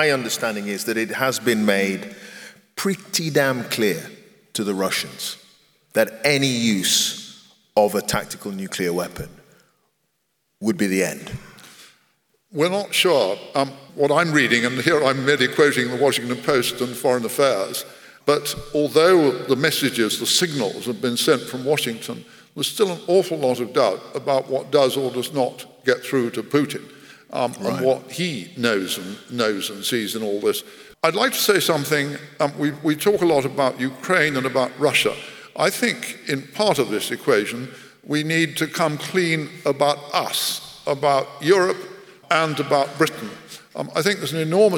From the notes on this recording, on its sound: This conversation took place in March 2023 and is part of Intelligence Squared’s live debate partnership with the Southbank Centre.